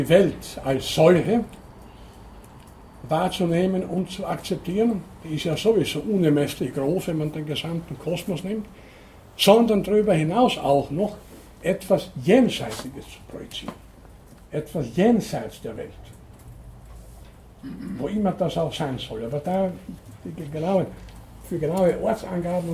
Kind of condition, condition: setting, large echoing room